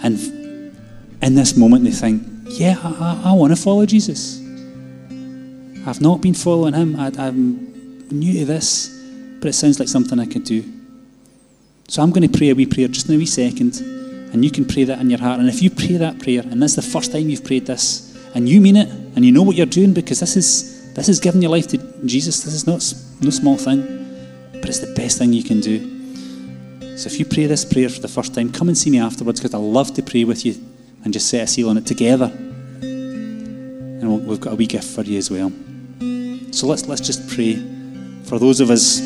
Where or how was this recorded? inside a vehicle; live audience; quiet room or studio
live audience